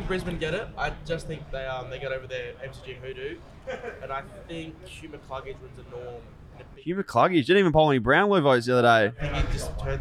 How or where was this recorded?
busy venue